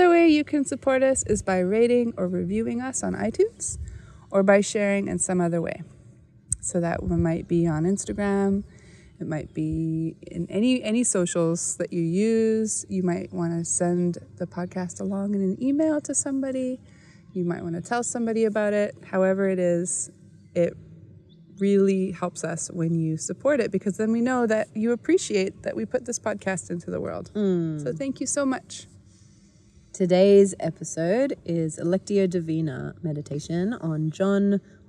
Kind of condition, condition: fault, sounds in the background